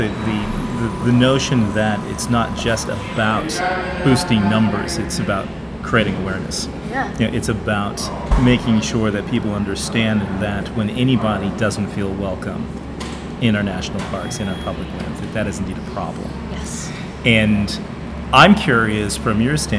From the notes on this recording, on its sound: Was recorded in a coffee shop in Oakland, California. Sorry about all the ambient noise.